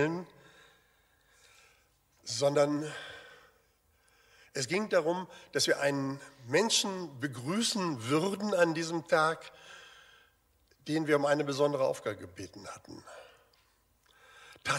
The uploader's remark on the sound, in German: Aufzeichnung der Predigt des Gottesdienstes